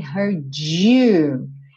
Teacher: uma palavra que termina em D e vem seguida de you, ao invés de fazer heard you, vira esse DJ, you. Não é obrigatório, mas é bem comum.